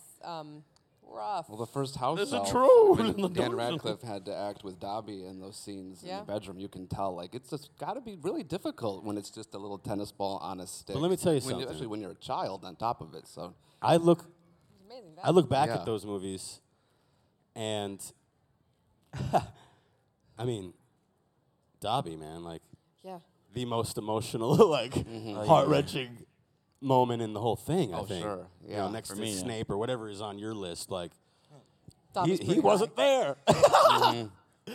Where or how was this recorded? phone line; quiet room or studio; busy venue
busy venue